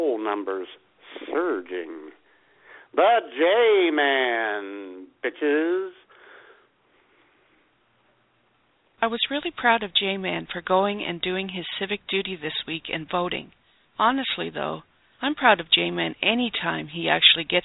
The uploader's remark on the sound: Take your phone calls.